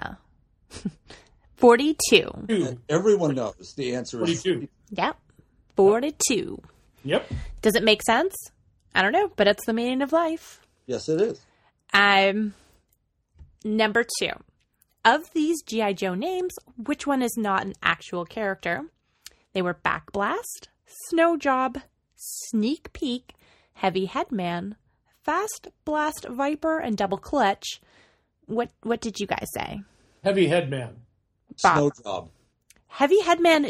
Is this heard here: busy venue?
no